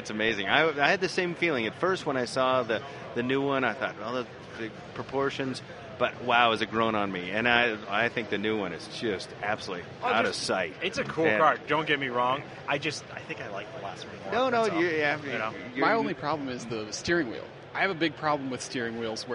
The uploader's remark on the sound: Once again live from SEMA